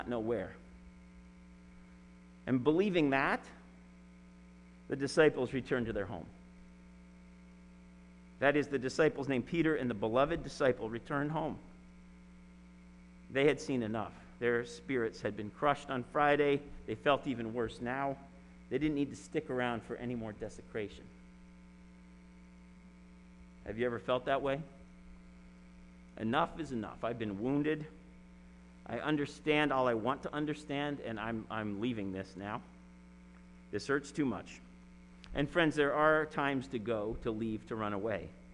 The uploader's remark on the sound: Sermon preached at RCHP on April 4, 2021.